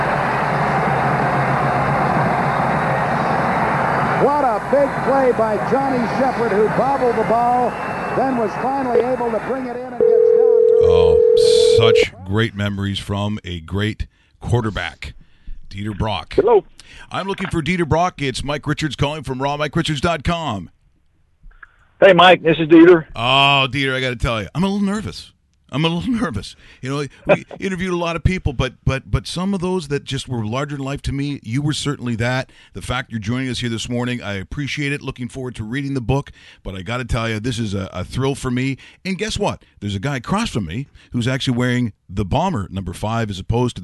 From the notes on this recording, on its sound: On today's show, we are joined on the phone